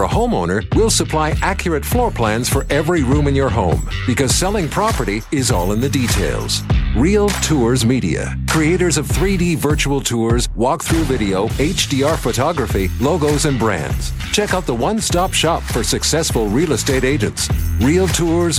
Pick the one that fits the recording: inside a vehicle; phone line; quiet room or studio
phone line